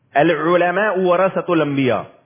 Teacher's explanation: عین نا پورا حلق سے نکلتا ہے